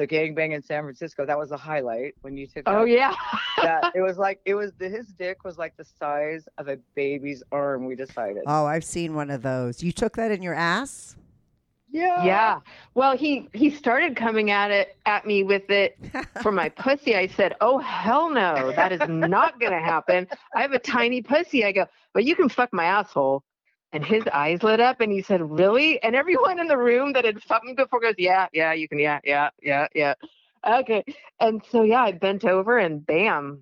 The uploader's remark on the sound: they called in to talk all about it